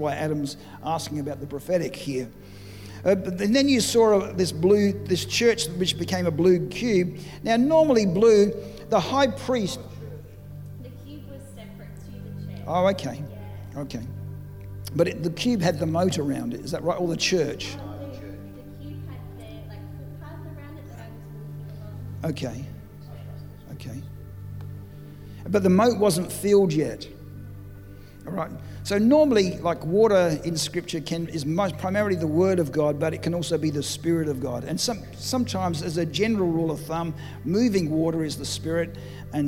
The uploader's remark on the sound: during the Saturday afternoon session of the Dreams and Visions conference